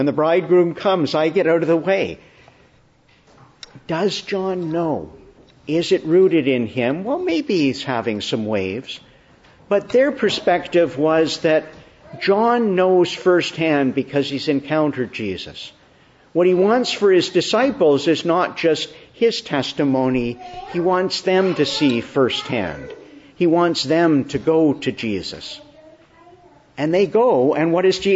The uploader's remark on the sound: December 11, 2022 Morning Service. Preached in the Annunciation of the Blessed Virgin Mary, Ottawa, on the third Sunday of Advent, Year.